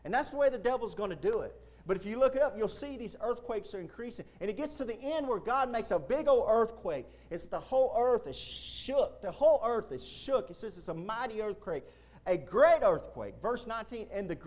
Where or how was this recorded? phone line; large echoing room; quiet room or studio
large echoing room